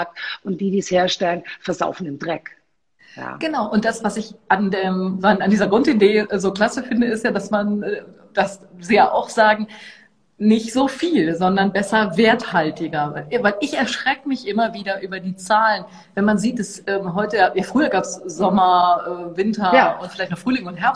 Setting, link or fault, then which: link, video call